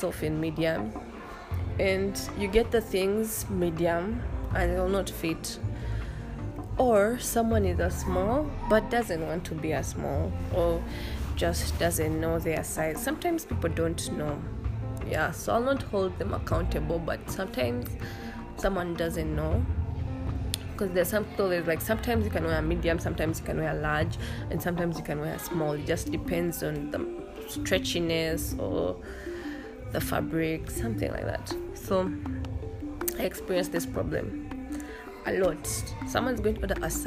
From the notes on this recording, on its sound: Forgive me for the background noises my siblings don’t know how serious my podcast is.